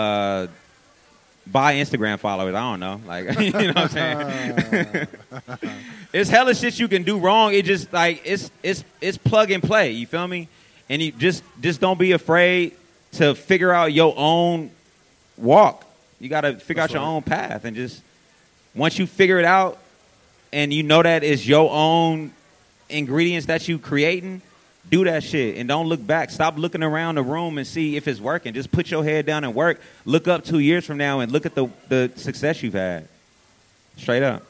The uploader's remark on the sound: answer questions from the audience at the History of the Bay Day Party.